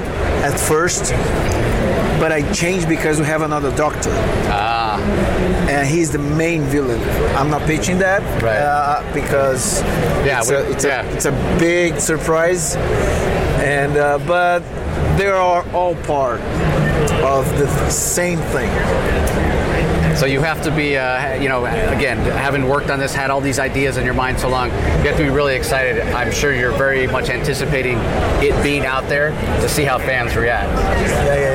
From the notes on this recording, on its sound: LIVE from SDCC ’23. San Diego Comic Con 2023.